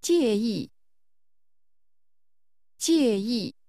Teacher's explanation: This word is pronounced with two falling tones.